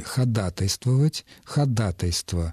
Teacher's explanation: Ударение на втором слоге